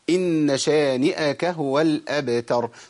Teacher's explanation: النون مشددة بنغنها حركتين، حركتين قلنا نعدها أصابعنا · Term: غنى حركتين